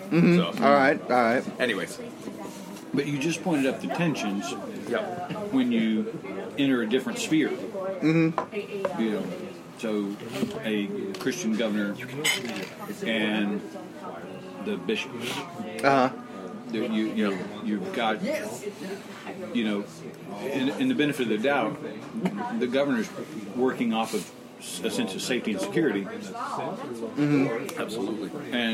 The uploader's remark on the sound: from the Catalina Coffee Shop